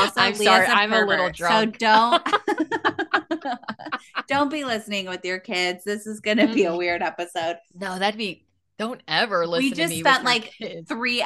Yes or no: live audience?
no